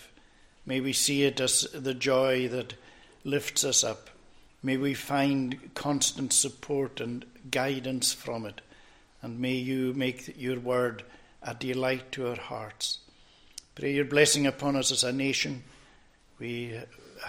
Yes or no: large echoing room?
yes